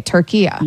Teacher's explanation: a short A at the end, not the long A